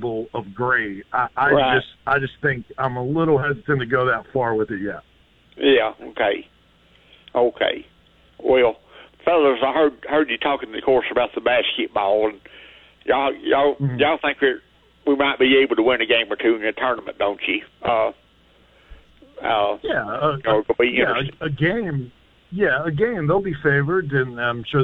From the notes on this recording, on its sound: your phone calls